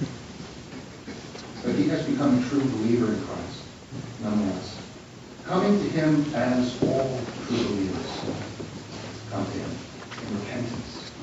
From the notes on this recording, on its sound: delivered this message at the Good Friday service of First United Presbyterian Church in Queens Village